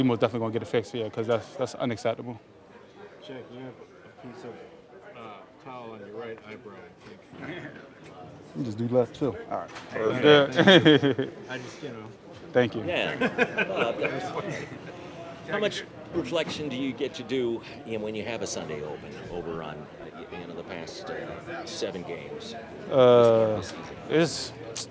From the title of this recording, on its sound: Press Conference